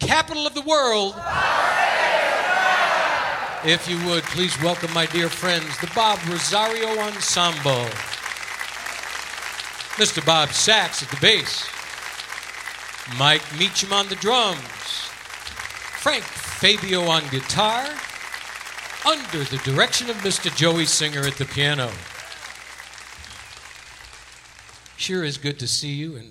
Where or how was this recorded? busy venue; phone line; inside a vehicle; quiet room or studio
busy venue